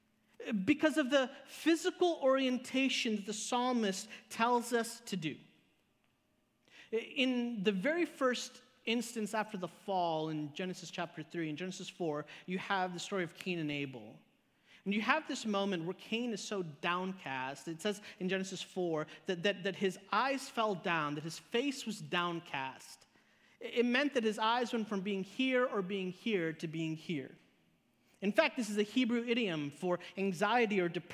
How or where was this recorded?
large echoing room